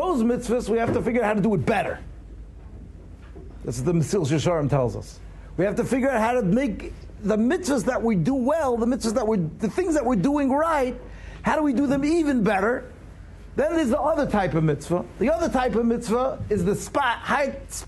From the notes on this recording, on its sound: Shiur recorded in Yeshivas Ohr Reuven, Monsey, NY.